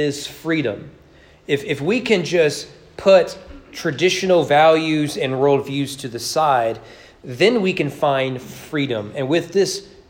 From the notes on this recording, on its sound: Sermon preached at East Frankfort Baptist Church during Sunday evening worship.